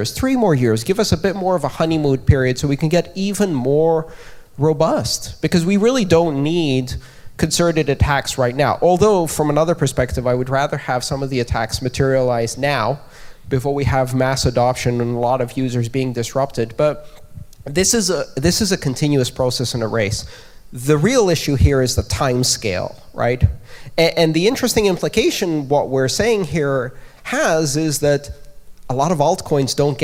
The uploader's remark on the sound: Devcore talk. Members of the audience at Devcore.